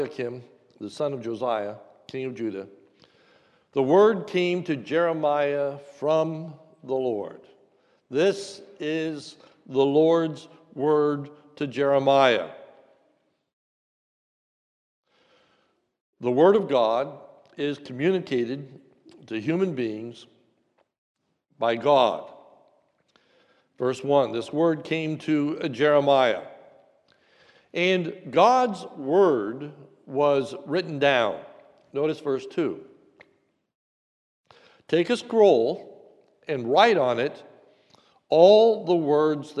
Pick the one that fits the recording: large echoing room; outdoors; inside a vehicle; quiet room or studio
large echoing room